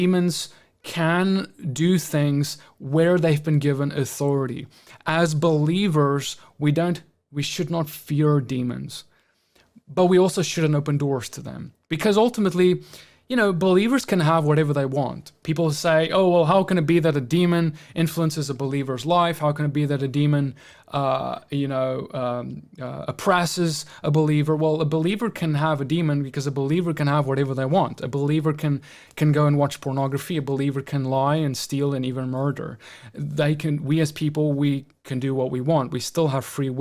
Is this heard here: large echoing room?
no